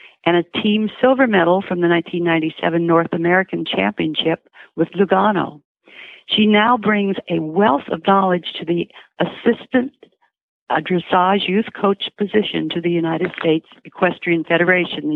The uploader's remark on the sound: loads of holiday voicemails and live calls from listeners